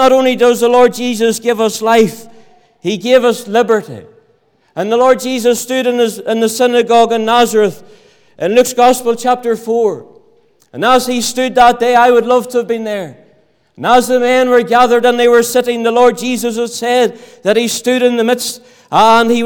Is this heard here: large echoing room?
yes